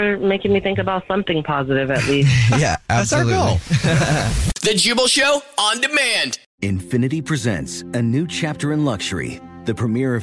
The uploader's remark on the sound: There is a woman on the phone